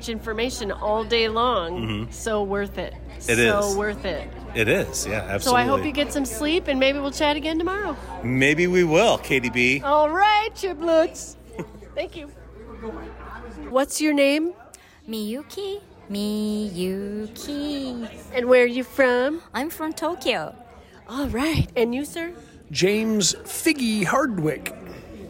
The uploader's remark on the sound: 2023 AATH Conference. First hand interviews, sounds from the actual conference.